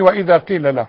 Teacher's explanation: عند الوصل اديها ياء واحدة بس مش اتنين ياء